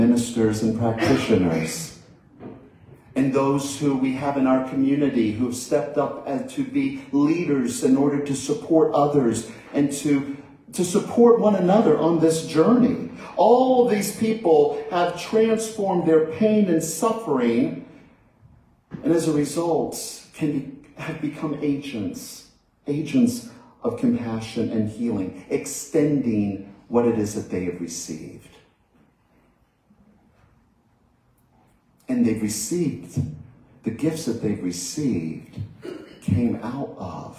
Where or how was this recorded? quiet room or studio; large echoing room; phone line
large echoing room